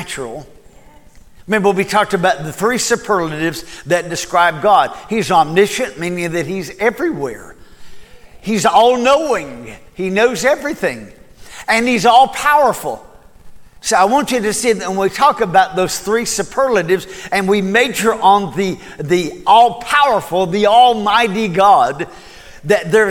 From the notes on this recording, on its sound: Recorded at Cornerstone Church